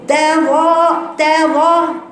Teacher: مفتوحة بعدها مد، يبقى تقرأ تظاها وانزل على هاء رقيقة وبعد كده راء مفخمة، وبعدين واو مد دي عمرها ما تبقى مفخمة حتى لو قبلها راء أو قبلها أي حرف مفخم، والنون كذلك